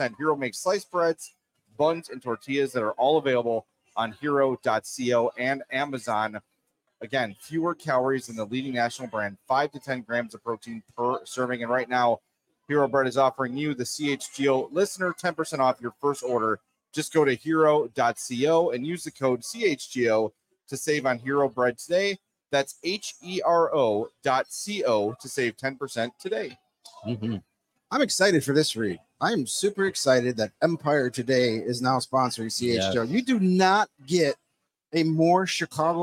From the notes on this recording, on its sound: LIVE from Legends Grill and Bar in Mokena. CHGO Blackhawks LIVE Postgame Podcast from Legends Grill and Bar in Mokena!